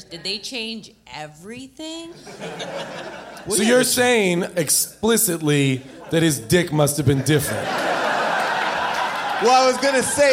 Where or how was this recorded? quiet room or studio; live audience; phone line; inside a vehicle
live audience